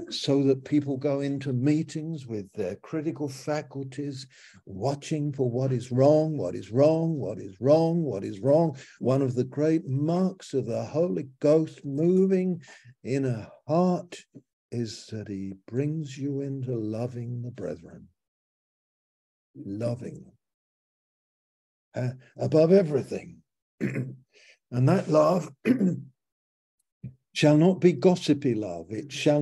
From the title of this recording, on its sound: Malaysia Meets (Zoom)